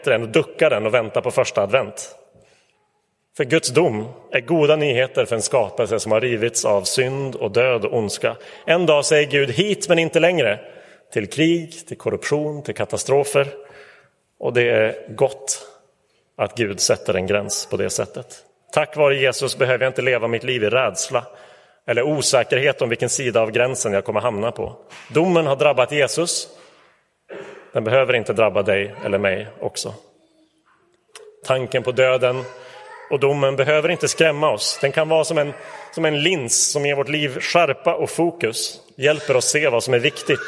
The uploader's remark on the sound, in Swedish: Inspelad i Roseniuskyrkan den 26 november 2023.